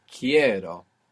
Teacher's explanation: Then when we take off that er and we put o, we would have kero, but when we stress down that e, it splits and it becomes quiero · Term: splits into an IE